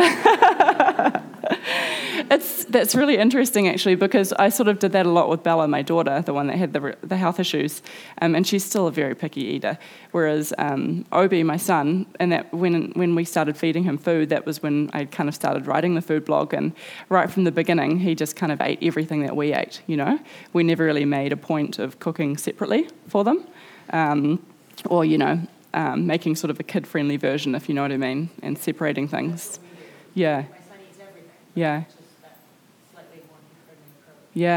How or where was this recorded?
busy venue